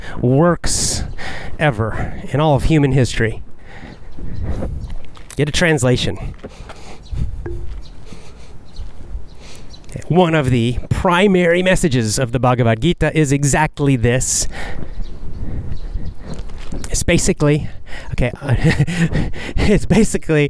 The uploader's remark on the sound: Walk n Talk